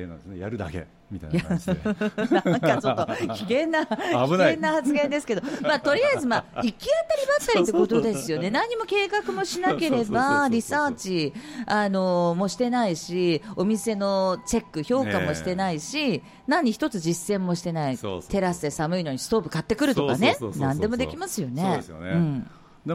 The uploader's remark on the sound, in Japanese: 5/13に都内で開催した公開収録の模様をノーカット【完全版】としてお送りします。